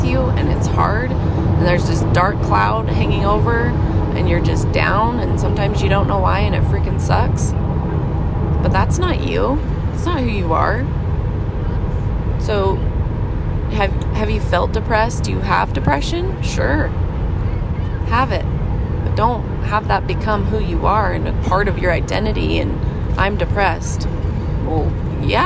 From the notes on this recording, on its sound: in the car with my kids